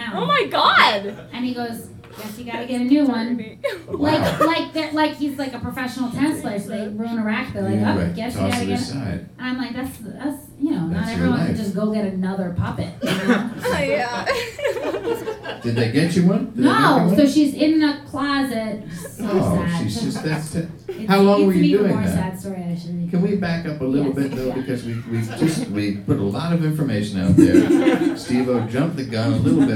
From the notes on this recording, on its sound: Recorded live at Brooklyn’s famed Union Hall.